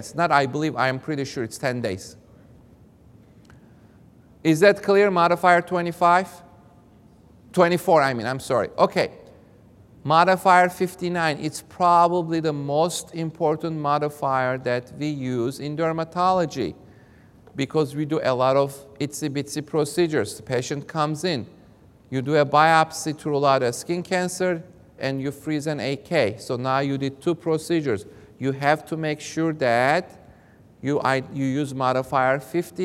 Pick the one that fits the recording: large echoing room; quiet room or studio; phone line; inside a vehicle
large echoing room